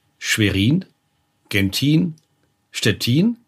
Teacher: Und dann haben wir ähnliche Namen wie Schwerin, Gentin, Stettin. Da siehst du, die betonen wir alle hinten.